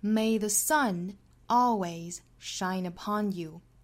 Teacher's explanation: 那后面这个 you 是不做重读的，因为前面已经出现过了